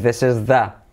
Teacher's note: Fijaos cómo une this is con E